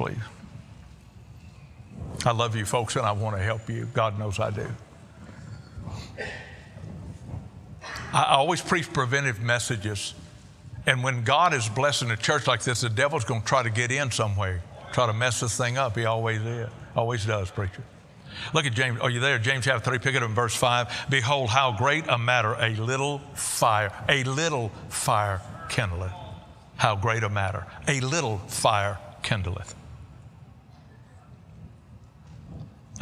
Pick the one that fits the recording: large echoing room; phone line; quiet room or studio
large echoing room